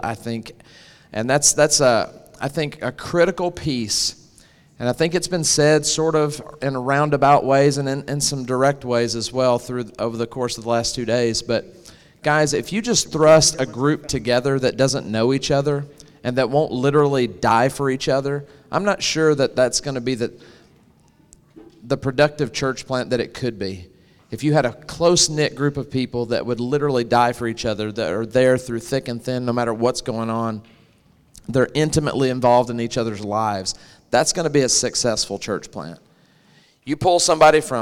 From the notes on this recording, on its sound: Hosted live at The Crossings Church St. Charles County in O’Fallon, MO. This content was featured at the 2023 Campus Ministry United Workshop: Beautiful Feet.